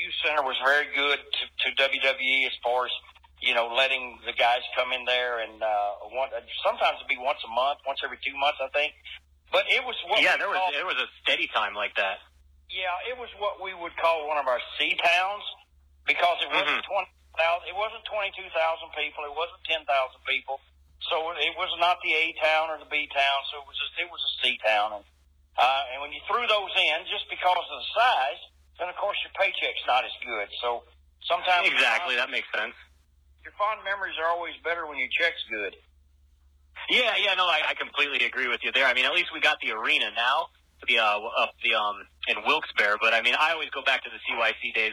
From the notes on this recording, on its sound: This phone interview